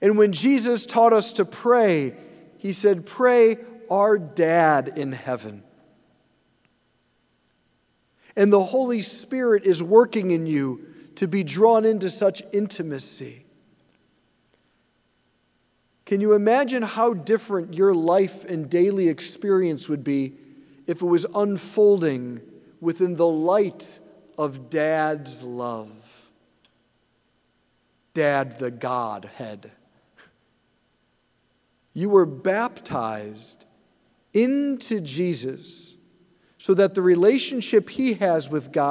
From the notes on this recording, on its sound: preached this homily on May 7, 2023 at St Basil the Great Catholic Church in Brecksville, OH.